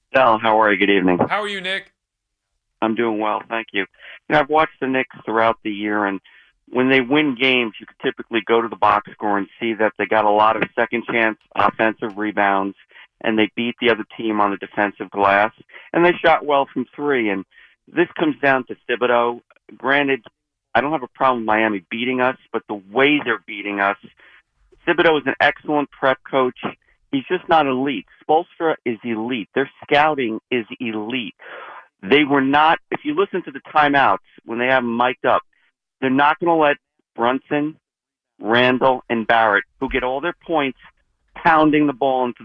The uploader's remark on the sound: Mets fans phone in and voice their worries.